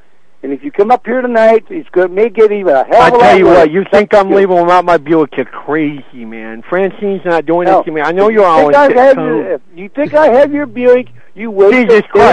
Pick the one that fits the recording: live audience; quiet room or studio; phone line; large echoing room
phone line